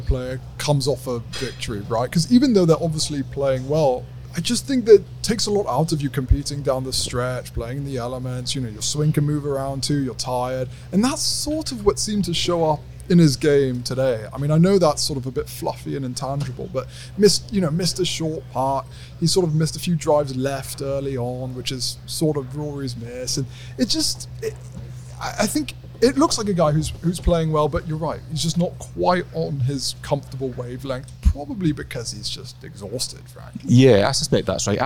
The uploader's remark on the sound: LIVE from Royal Liverpool.